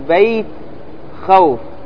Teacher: حروف اللين اثنان: الواو والياء، الساكنتان المفتوح ما قبلهما نحو بيت خوف. لاحظ معي بيت سهلة خوف، هذا معنى ايش الليل، ان الحروف هذه تخرج بيسر وسهولة.